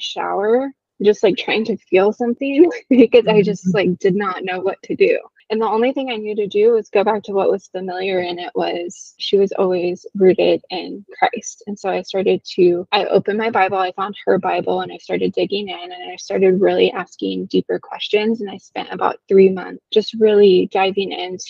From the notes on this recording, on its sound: I apologize for the audio; it isn’t the best quality